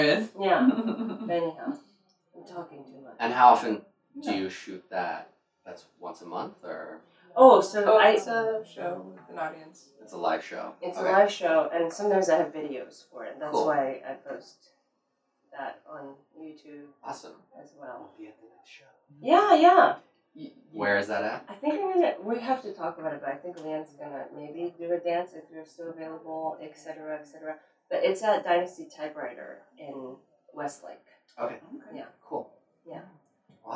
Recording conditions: poor sound quality